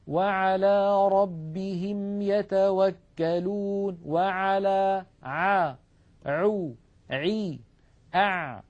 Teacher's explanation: العين التي اعتدنا في أكثر العاميات المعاصرة أن ننطقها هي أعلى من العين الفصيحة. العين الفصيحة أعمق بقليل من العين التي اعتدنا أن ننطقها بالعاميات